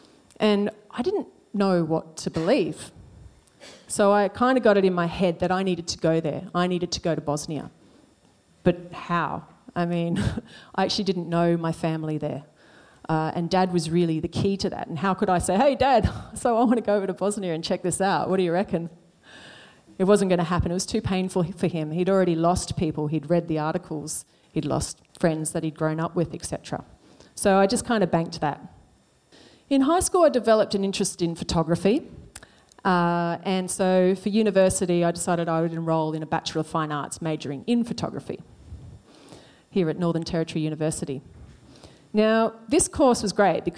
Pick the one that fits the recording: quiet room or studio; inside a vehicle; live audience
live audience